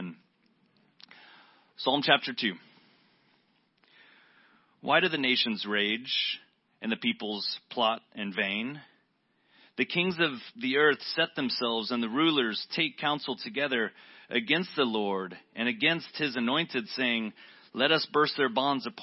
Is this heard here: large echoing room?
yes